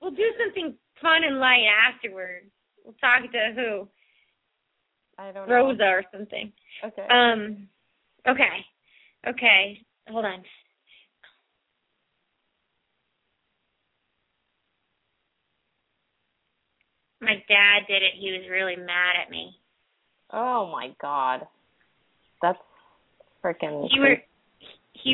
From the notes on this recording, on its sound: open up the lines for listeners to call